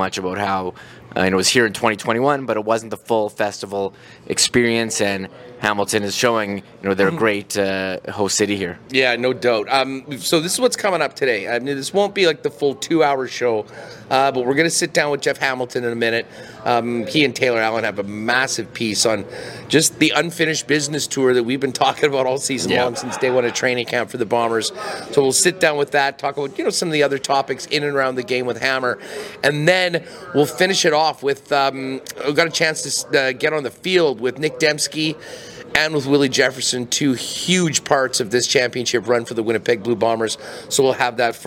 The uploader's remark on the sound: LIVE at the 110th Grey Cup in Hamilton.